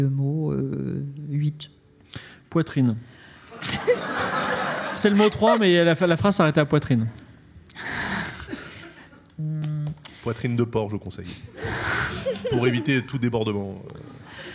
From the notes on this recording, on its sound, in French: Une aventure Game of Rôles dans le monde de l'édition enregistré en public à la BPI à Paris. Diffusé en direct sur Twitch et retransmis ici en podcast.